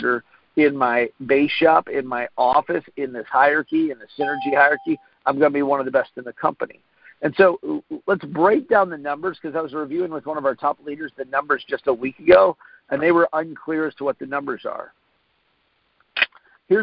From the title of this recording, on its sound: Friday Morning Conference Call